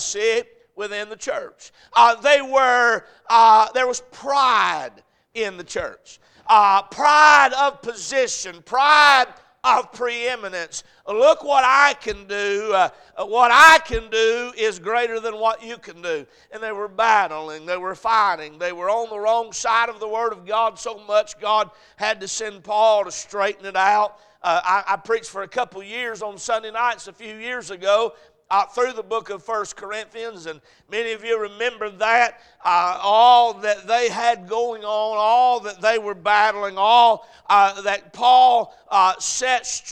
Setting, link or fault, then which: setting, large echoing room